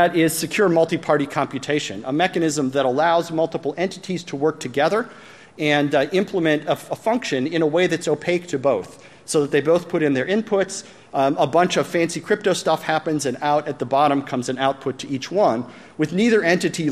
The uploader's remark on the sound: plenary session from AusCERT 2014